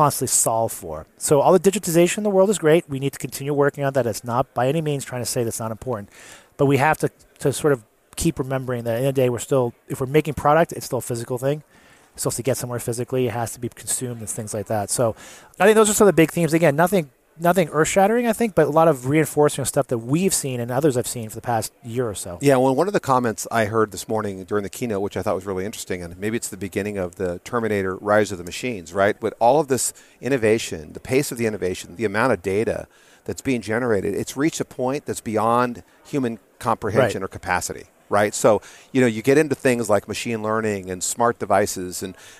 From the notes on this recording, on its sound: Live at Gartner. Recorded on the show floor.